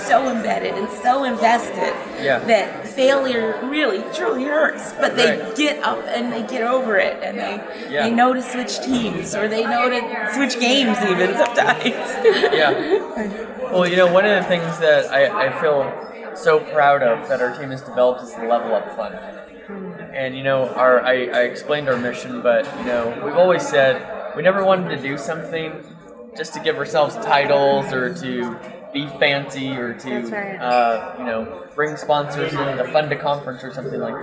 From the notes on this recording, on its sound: Live From EsportsNext. At the Esports Next Conference.